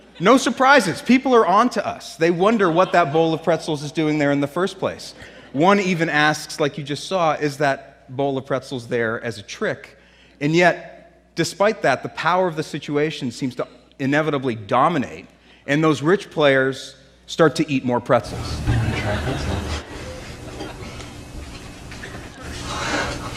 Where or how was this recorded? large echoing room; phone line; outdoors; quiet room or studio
large echoing room